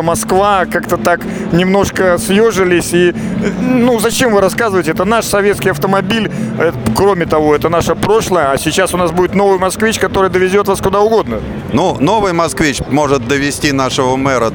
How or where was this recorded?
busy venue